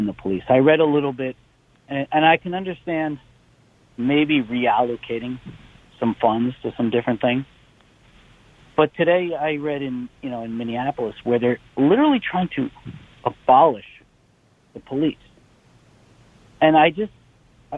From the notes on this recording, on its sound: Open Phones. Fields calls from listeners.